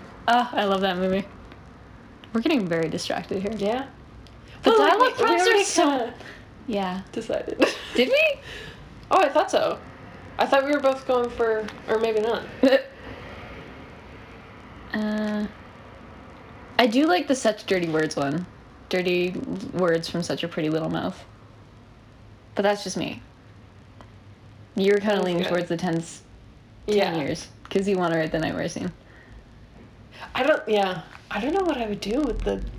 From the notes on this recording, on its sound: We are still having technical difficulties but I think it’s better than last time.